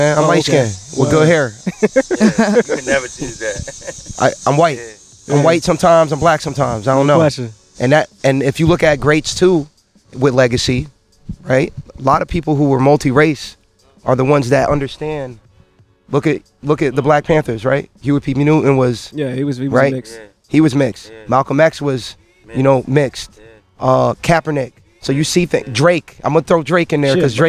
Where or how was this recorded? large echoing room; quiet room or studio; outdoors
outdoors